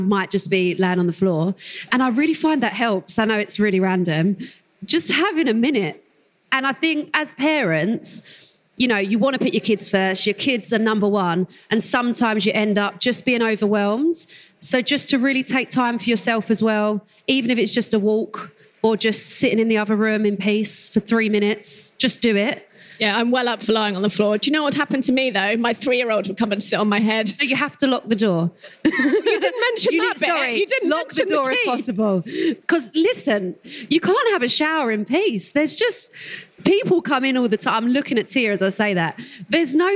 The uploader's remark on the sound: Recorded live at The Baby Show with Lidl GB. The Baby Show is the UK's largest and most popular pregnancy, baby and parenting event where Motherkind was the official podcast sponsor.